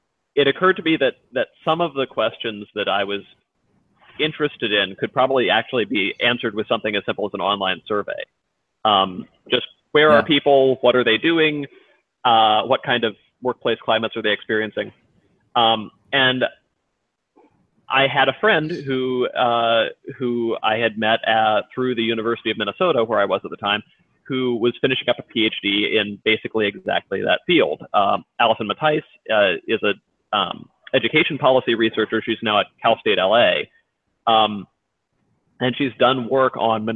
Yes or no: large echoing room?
no